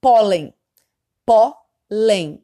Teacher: a gente viu que a sílaba tônica tá no pó